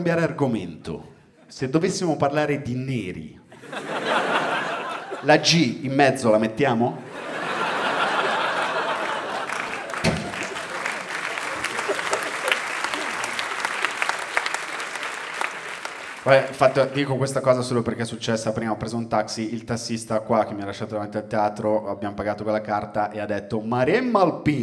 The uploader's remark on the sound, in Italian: Registrato a Firenze al Teatro Puccini.